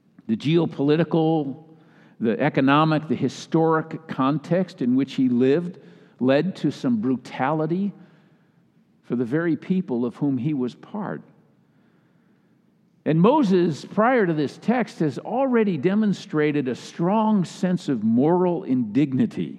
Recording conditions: large echoing room